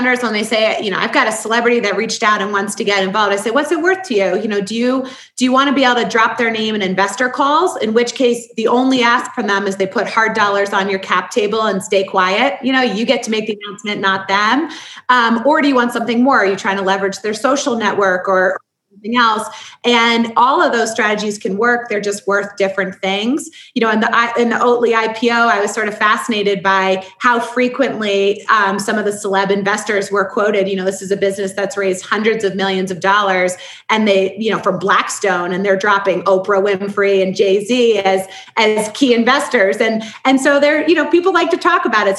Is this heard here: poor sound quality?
no